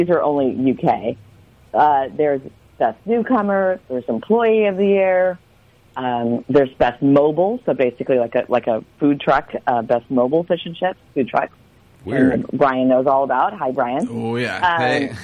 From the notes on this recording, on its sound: We get a phone call.